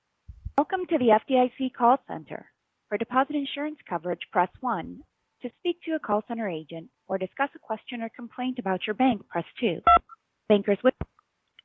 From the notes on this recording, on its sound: Recording of my call to the FDIC about my stolen bank accounts.